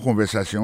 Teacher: accent tombé sur avant-dernier syllabe là